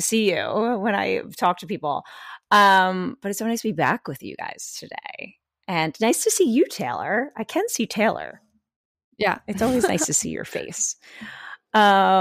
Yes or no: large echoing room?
no